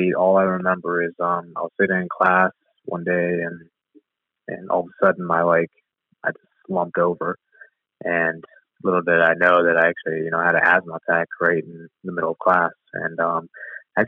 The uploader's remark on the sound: Location: Phone Interview